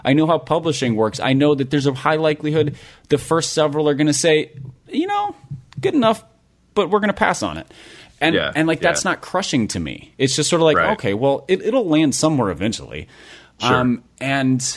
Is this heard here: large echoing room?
no